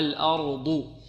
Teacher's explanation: والضاد هنا ماذا؟ مفخمة، لأنها من حروف الاستعلاء.